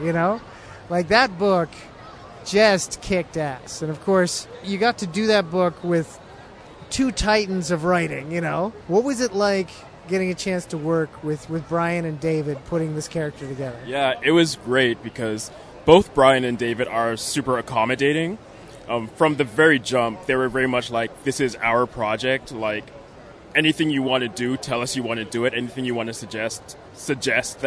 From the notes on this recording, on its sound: Recorded at Fan Expo Canada